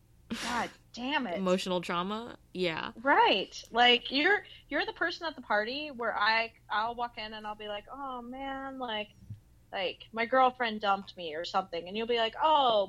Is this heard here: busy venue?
no